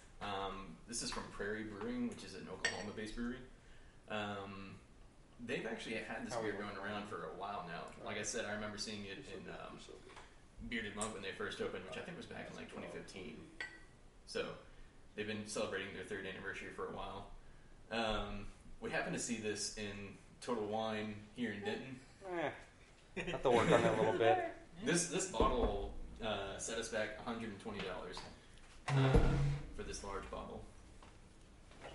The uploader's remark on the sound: This week the boys are live from Midway Craft House in Denton TX. Live 1 From Midway Craft House Denton TX.